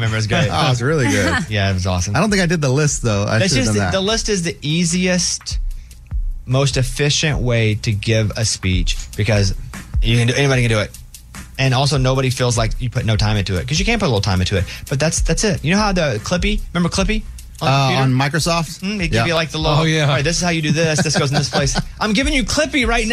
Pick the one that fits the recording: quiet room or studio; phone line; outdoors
phone line